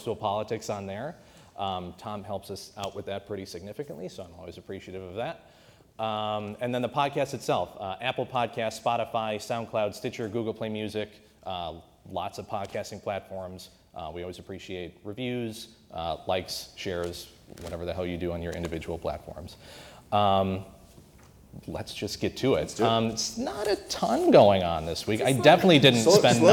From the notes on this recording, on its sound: The entire BSP crew assembles for a live taping. Followed by audience questions.